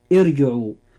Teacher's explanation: الراء فيها مفخمة لأنها ساكنة وما قبلها مكسور وكسرته عارضة